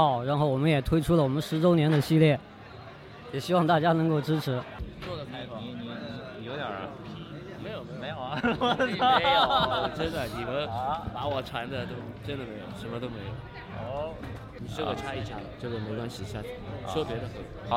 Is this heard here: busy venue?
yes